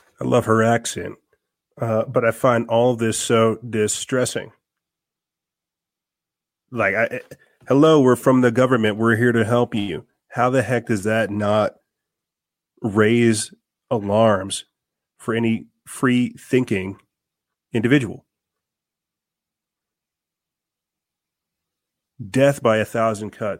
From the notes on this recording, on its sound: I tried to cram in as much information as I could, while battling technical difficulties and time.